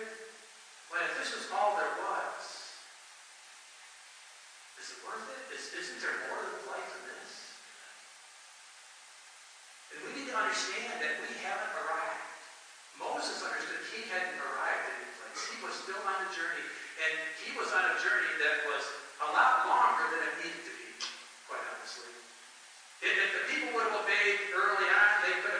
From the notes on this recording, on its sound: Please forgive the quality of the audio as we are experiencing some start up issues on a new sound system.